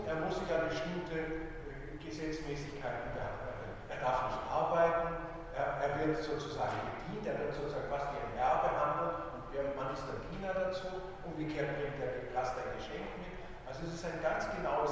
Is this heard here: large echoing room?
yes